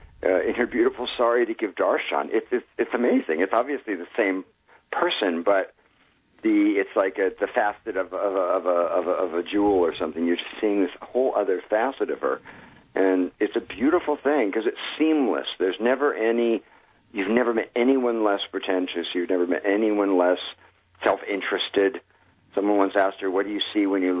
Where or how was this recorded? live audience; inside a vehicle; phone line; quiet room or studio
phone line